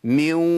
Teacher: واو بس فيها غنه، لان الصفه فضلت موجوده بتاعت الغنه بس مع الواو · Term: ادغام ناقص